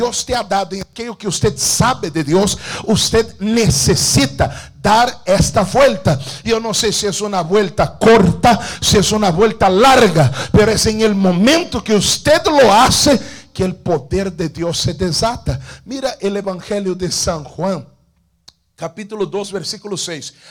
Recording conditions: large echoing room